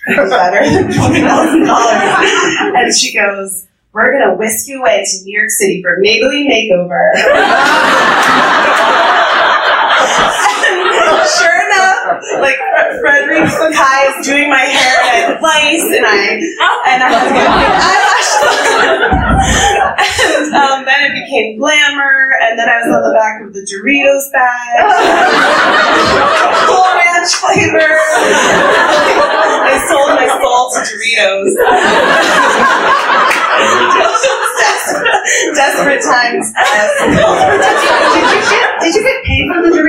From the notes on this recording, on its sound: LIVE Talk at MountainFilm